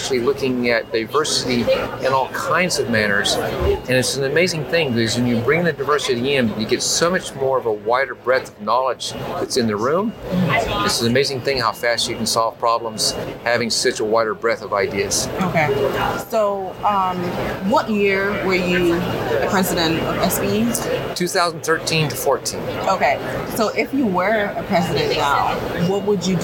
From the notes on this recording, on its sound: live at ANTEC® 2022